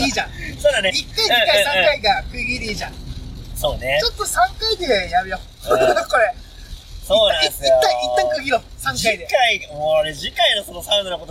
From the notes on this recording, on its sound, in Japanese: ドライビングトーク。この日、大雨の中車内収録だったため雨粒の音が相当入ってたのは言うまでもなく。